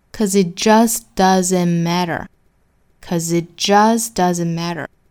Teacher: Stuff from the past.注意节奏。后面 cause it just doesn'tmatter，注意这里面的 cause 其实是 because 的缩约形式，在口语里面呢直接就会发成一个 cause it just doesn'tmatter， just doesn'tmatter，这句话里面三个单词的字母 t 都不发音了，那都是因为后面遇到辅音了哈，所以我们发的时候一定注意不要连缀了。